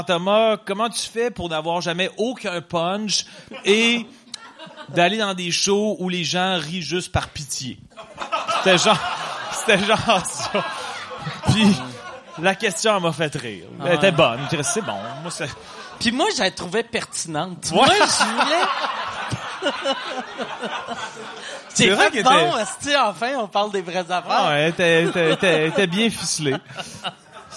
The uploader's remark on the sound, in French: une soirée Q&A que nous avons enregistré avant les fêtes